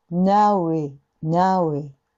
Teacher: w って書いてるけど、これ実は now はうなんですね。そうすると、うと i を、う、いと声切らずに、うい、ういとつなげるってこと。